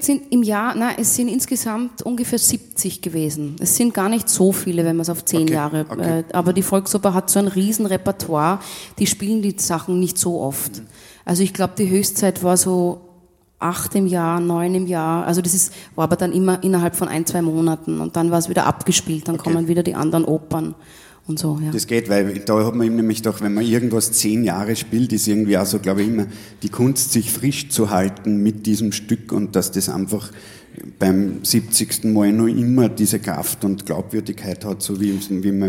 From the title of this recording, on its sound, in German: Auf dem roten Stuhl LIVE SHOW